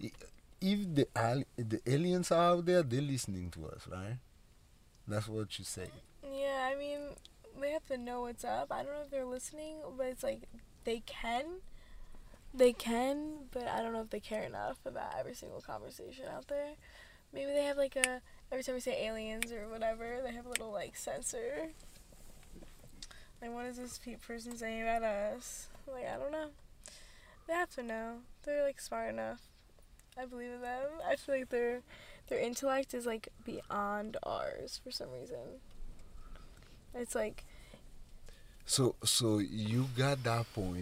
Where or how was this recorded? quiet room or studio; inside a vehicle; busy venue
inside a vehicle